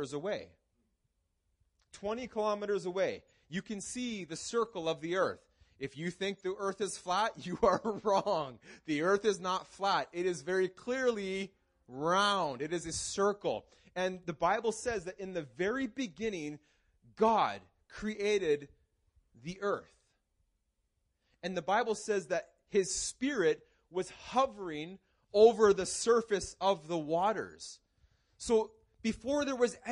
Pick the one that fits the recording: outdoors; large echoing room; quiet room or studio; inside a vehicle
large echoing room